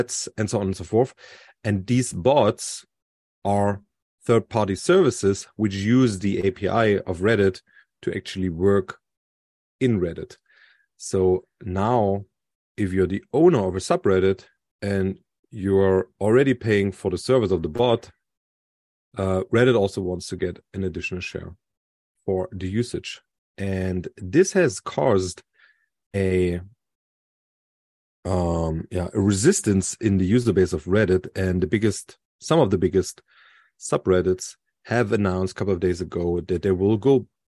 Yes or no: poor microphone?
no